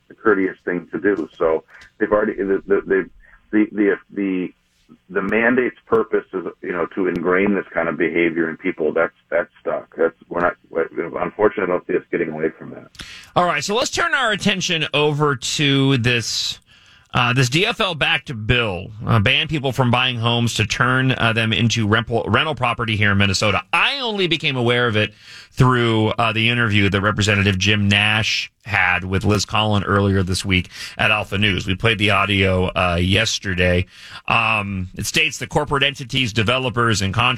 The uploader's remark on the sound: I called